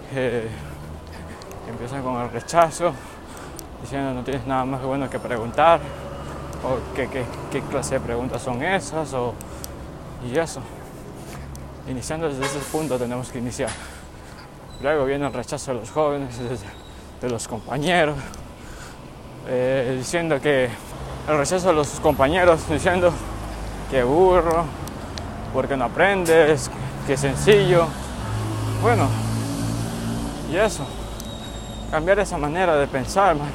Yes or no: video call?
no